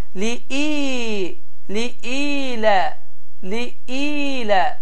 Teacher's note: Və əgər dediyimiz kimi, yənin üzərində heç bir simvol və ya əlamət olmazsa, bu zaman həmin i saiti 2 hərəkə miqdarında, çox yox, 2 hərəkə miqdarında uzadılaraq li-i, li-ilə, li-ilə, baxın, li-ilə yox, li-ilə deyərək uzanar.